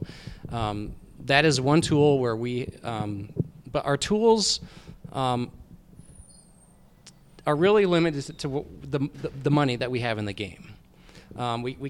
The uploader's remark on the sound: This is a live podcast from Strong Indy's first 'Fireside Chat' at the Tube Factory Artspace.